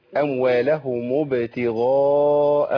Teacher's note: الميم هنا ميم الجمع بتضم الالتقاء بساكن